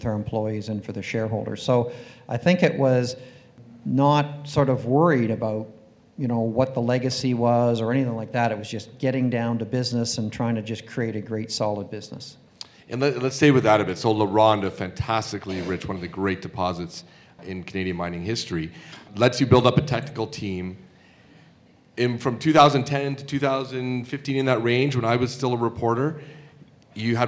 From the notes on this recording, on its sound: The in-depth interview was recorded live on-stage at The Northern Miner's Progressive Mine Forum held at the MaRS Discovery District in downtown Toronto in October 2018.